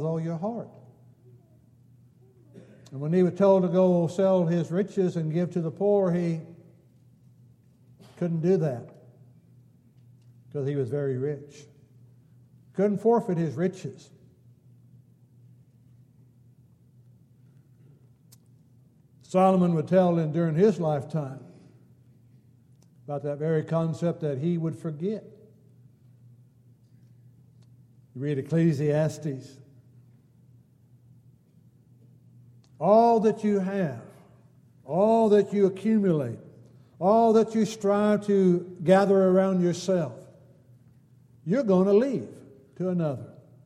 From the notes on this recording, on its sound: Downtown Church Of Christ Audio Sermon